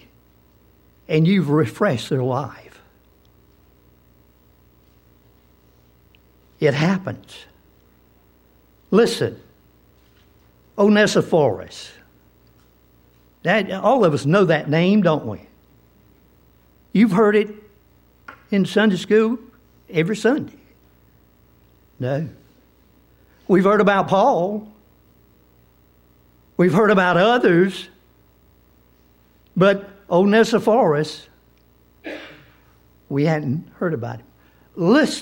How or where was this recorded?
large echoing room